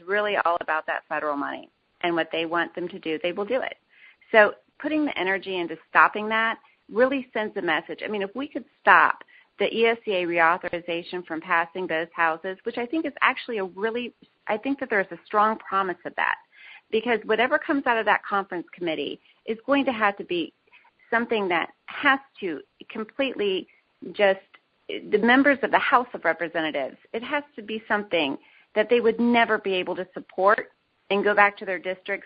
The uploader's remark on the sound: Women On the Wall Conference Call.